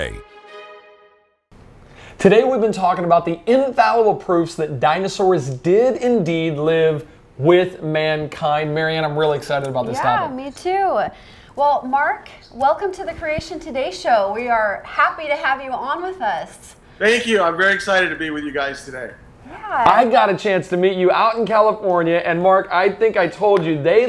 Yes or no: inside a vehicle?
no